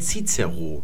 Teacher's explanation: Der endet auch hinten auf ein langes O.